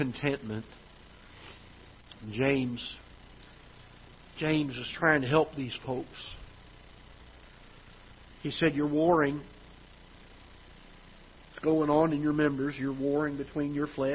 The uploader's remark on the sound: Ketha Heights Baptist Church ~ Live Broadcast